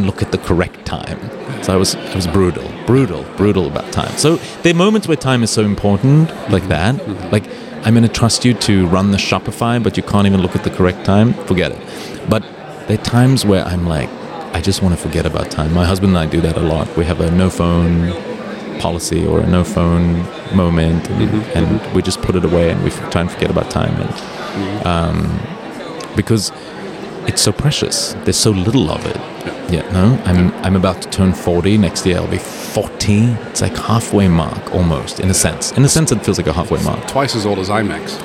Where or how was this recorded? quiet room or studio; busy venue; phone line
busy venue